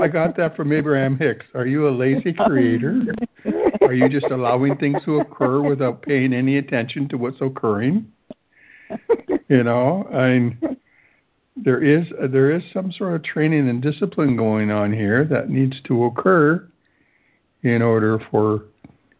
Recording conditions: phone line